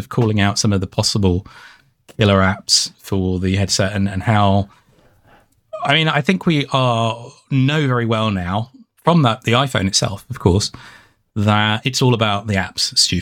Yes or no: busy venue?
no